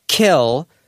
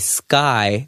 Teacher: if I say kill, there's some air in there. And if I say sky, there's no air at all. So kill, sky, kill, sky, k, sk, right?